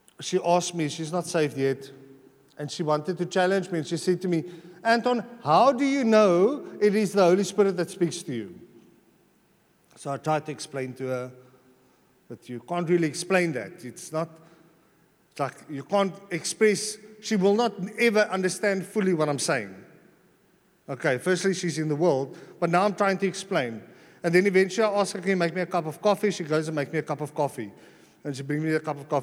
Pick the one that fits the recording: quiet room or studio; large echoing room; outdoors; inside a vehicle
large echoing room